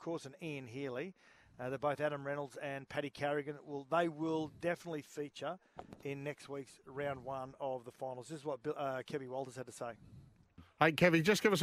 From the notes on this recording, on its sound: Live from the BIG4 Caravan Park in Helensvale.